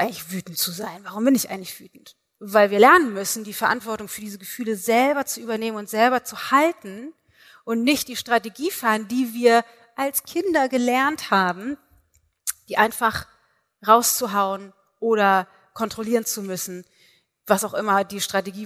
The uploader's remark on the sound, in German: Live-Aufnahme vom Into Being Event. Einen Live-Mitschnitt vom Into Being Event vom letzten Wochenende! Dort habe ich den knapp 200 Teilnehmern am Anfang die 3 Schlüssel (oder Säulen) meiner Into Being Coaching-Methode erklärt.